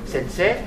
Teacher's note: quand on parle, on ne prononce pas le i en plus · Term: une longue